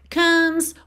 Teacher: o E não é pronunciado do M, você já vai para o S, por isso o E está pintadinho de cinza, ok?